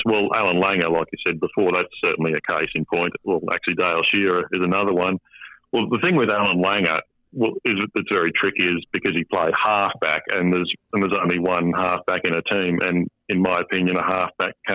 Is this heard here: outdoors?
no